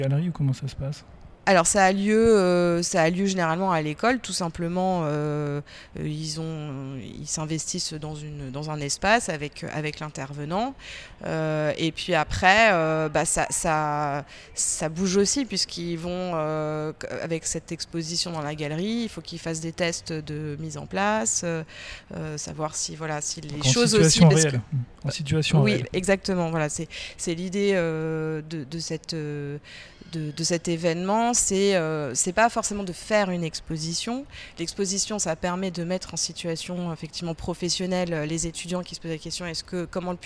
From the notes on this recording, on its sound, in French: Un échange enregistré lors de l'édition 2023 du festival Le Livre à Metz.